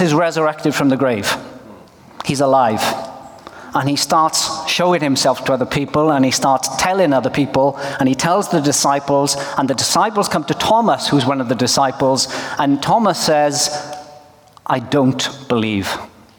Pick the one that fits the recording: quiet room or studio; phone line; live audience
live audience